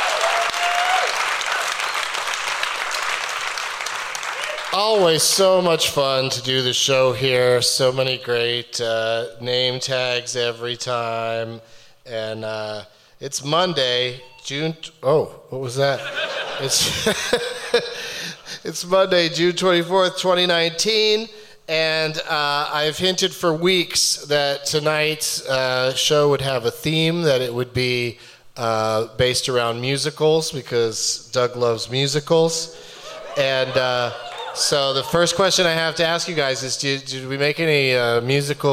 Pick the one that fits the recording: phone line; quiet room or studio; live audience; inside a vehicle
live audience